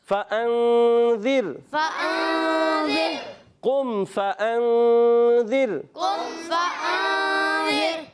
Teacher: نون ساکن کے بعد ذال آ رہا ہے، اور اخفا میں سے اخفا قاعدہ بھی ہوگا، یہاں اخفا کا قاعدہ بھی ہوگا، غنہ بھی کریں گے